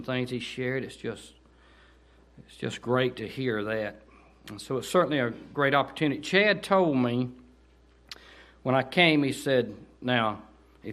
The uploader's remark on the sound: delivered on 9/16/18 during the 11am service at Cottondale Baptist Church in Eastman, GA.